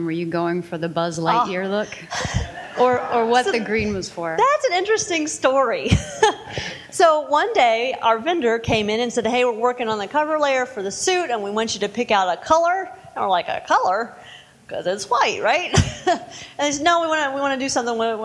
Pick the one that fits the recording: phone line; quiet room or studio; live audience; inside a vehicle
live audience